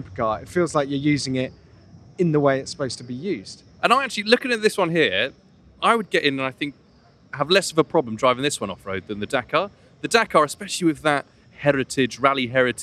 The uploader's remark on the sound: Live From The New York Auto Show! For a stroll around the floor 2023 New York Auto Show.